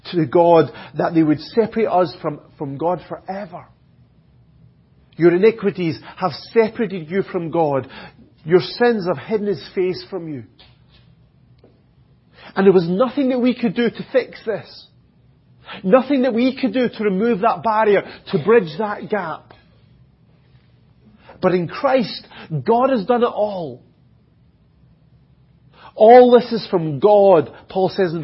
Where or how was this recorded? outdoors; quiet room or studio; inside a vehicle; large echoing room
large echoing room